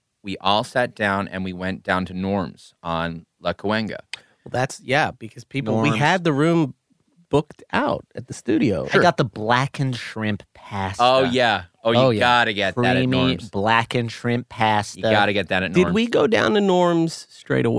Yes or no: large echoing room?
no